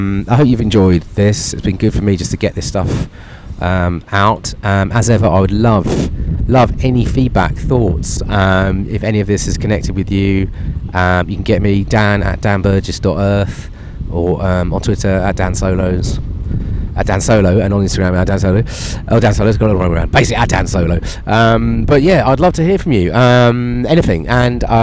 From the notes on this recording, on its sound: Live from a beach in Nicaragua